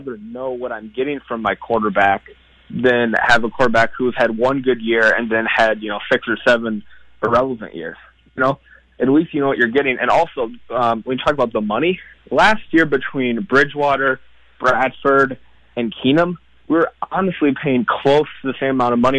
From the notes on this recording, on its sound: you, the listener, called